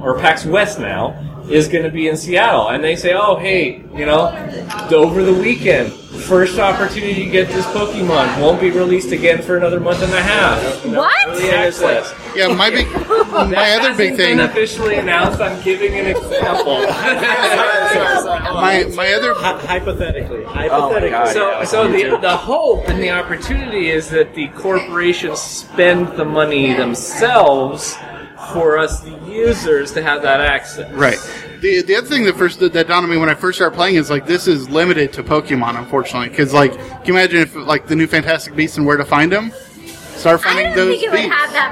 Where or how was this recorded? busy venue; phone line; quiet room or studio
busy venue